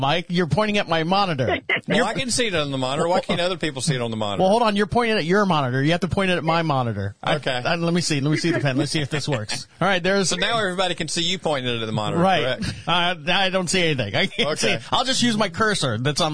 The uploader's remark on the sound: On the Phone